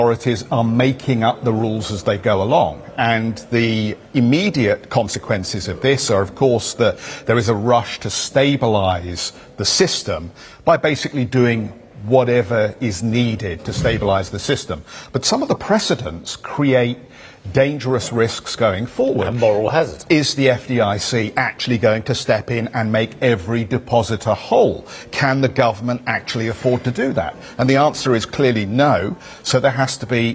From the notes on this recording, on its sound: We are live at the WEF Growth Forum in Geneva